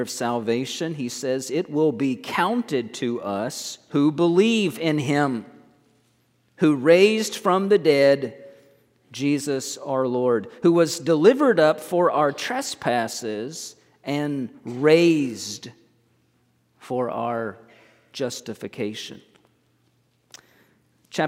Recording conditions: large echoing room